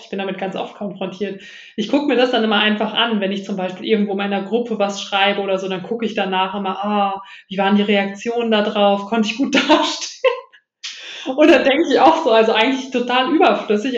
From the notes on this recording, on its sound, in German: Wir hatten leider ein paar technische Probleme bei diesem Interview.